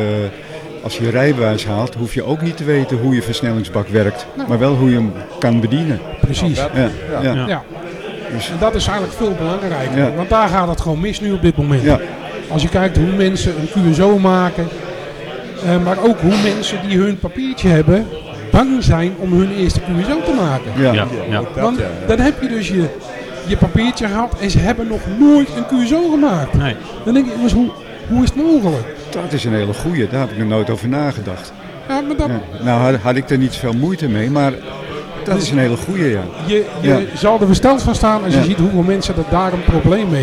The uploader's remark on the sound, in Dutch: Vandaag is de Technische Praatjes Podcast aanwezig bij de Meet & Greet. De geluidskwaliteit is niet wat u gewend bent van ons, maar wij moesten de opnames doen in een zaal met meer dan 50 praatgrage radiozendamateurs!